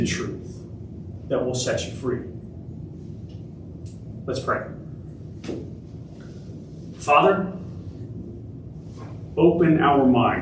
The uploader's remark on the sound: Originally delivered on April 16, 2023 at Crossroads Christian Fellowship in San Antonio, TX